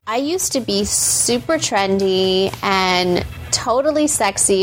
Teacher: the kind of vocal fry that I think you find especially grating